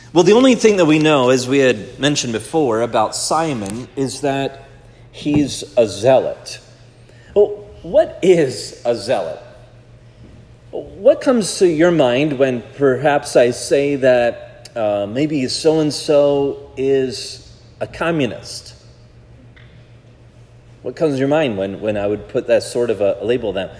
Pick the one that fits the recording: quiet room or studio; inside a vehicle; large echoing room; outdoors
large echoing room